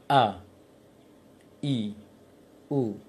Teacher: Hamzah punya sifat jahar, tidak mengalirkan angin.